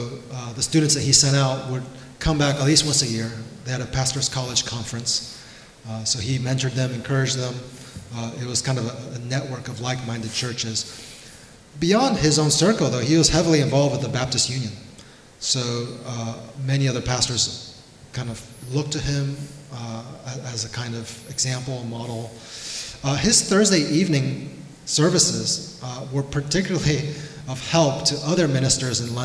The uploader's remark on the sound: We have another release from our 2023 Spurgeon Conference. This one is the Q&A we had at the end of the conference. Even with it being the end of the day, 6 speakers, and a BBQ lunch, we had fantastic interaction from our attendees and our conference speakers.